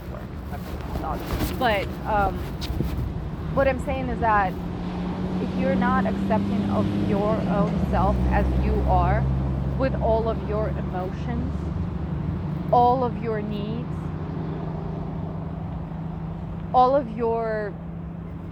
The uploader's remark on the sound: I'm nowhere near my recording equipment, so let's go on a walk together and have a chat!